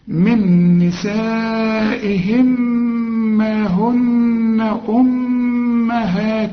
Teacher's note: شوف النون اللي عليها الشدة لازم تغن، والميم اللي عليها الشدة لازم تغن